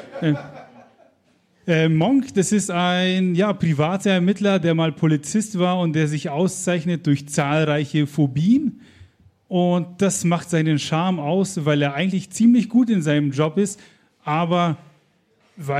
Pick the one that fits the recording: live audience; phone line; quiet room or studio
live audience